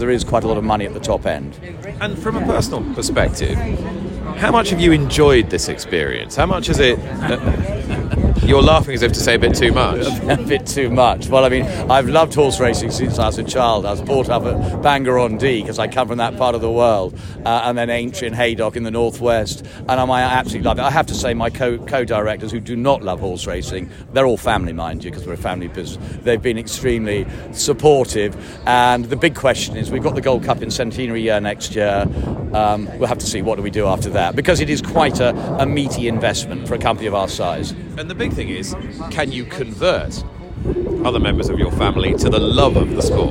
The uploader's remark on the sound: On Day Three of the Cheltenham Festival in an episode brought to you from the Fitzdares Club in the Orchard.